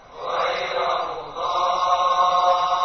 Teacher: Ri-nya dibaca tidak terlalu keras. · Term: rom